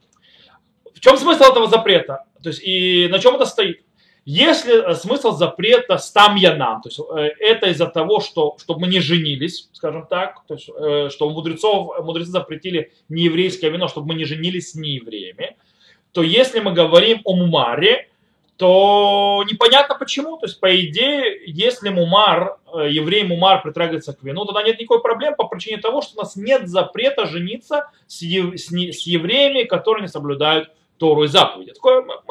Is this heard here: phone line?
no